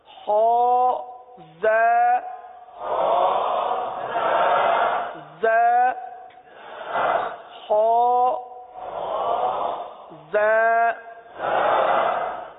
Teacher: زا زال تو زبان کا سرا اوپر کے دانتوں کے اندرونی کنارے سے ادا ہوتا ہے، اور یہ زا دونوں دانتوں کو بند کر کے زبان کو نیچے لگاتے ہیں. زا اس میں سیٹی کی آواز